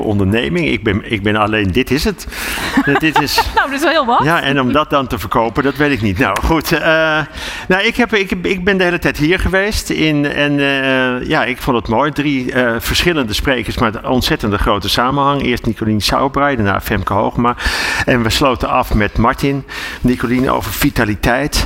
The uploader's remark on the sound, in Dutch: De Dag van de ZZP’er 2023 op New Business Radio. De Ondernemer live stond helemaal in het teken van de Dag van de ZZP’er. Vanaf de locatie, Hart van Holland in Nijkerk, deed De Ondernemer live verslag van hét evenement voor zelfstandig ondernemers.